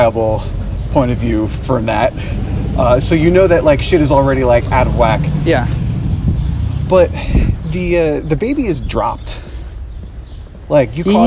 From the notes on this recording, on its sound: Audio quality sinks to an all new low as it was a busy and and windy day in the streets of Greenpoint and we recorded on our iPhones and I barely slapped a noise gate on this sucker.